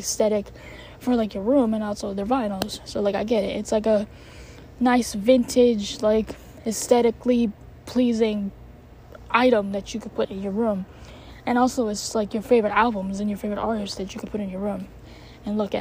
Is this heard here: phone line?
no